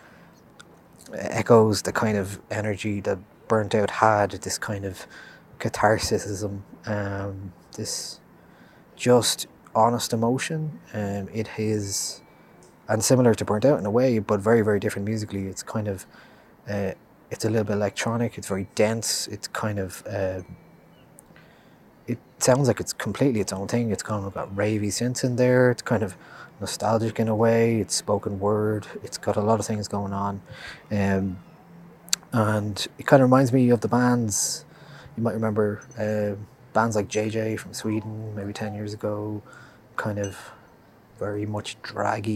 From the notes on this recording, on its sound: Two recommendations live from Stephen’s Green.